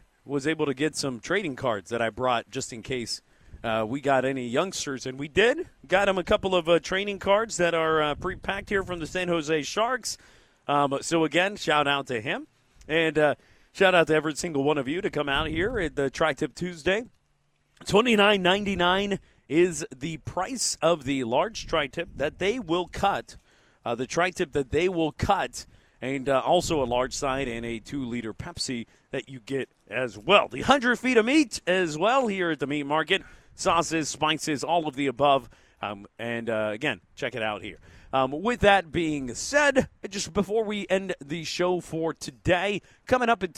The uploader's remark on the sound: Live at Meat Market. Two hours of live on location show.